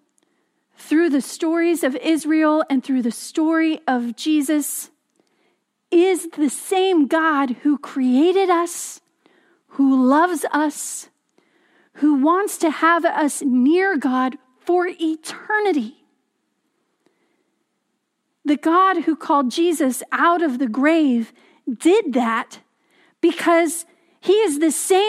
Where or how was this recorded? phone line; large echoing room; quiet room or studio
large echoing room